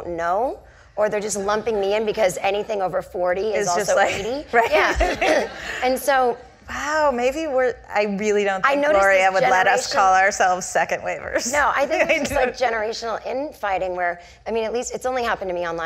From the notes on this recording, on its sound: The conversation was recorded on Apr 14, 2016 in front of a live audience at New York's 92nd Street Y.